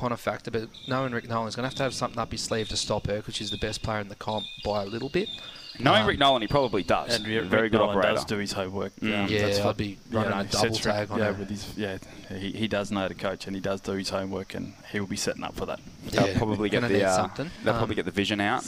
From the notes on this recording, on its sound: Live from the Darwin Waterfront